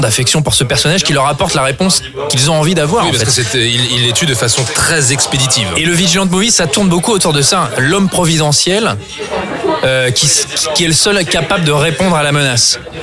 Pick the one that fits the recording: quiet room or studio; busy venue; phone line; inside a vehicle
busy venue